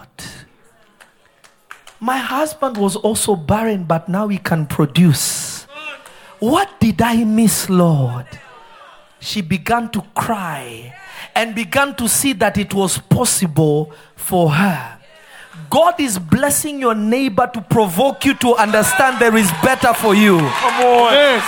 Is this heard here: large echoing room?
yes